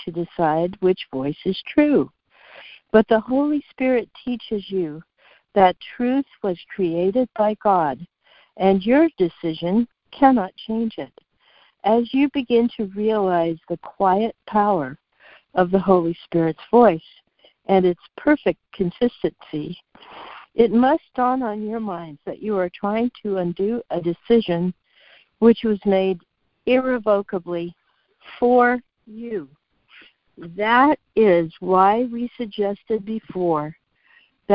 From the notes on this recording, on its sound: ACIM Daily Conference Call.